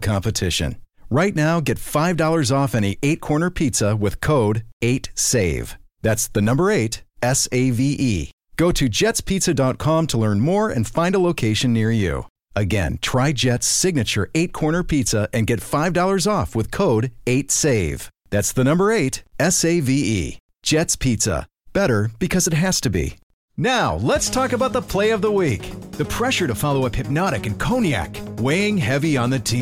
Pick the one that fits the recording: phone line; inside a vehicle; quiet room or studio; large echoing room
phone line